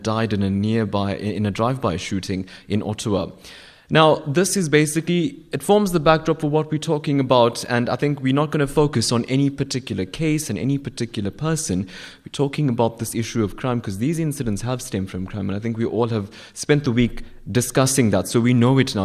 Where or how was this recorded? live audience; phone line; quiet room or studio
live audience